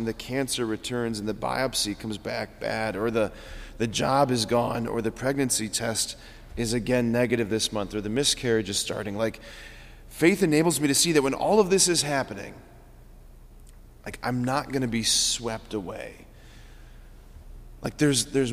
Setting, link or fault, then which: setting, large echoing room